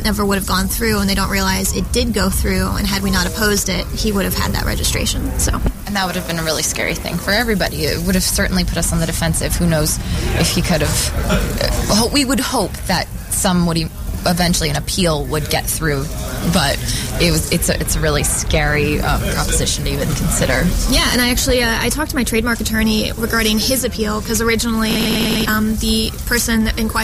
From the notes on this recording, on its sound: host the show on location from SES New York 2010